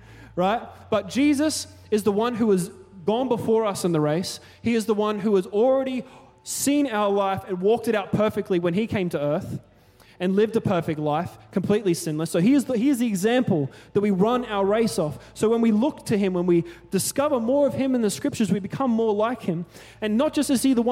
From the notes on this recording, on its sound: Recorded during our 5pm service on Sunday, the 7th of January 2024